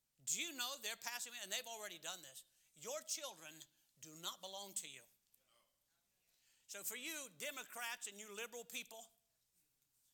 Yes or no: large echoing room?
yes